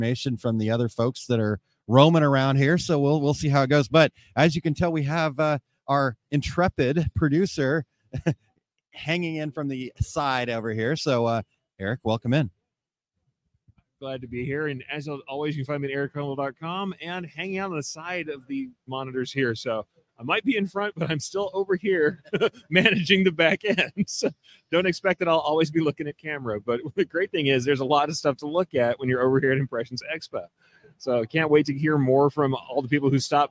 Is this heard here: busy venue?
yes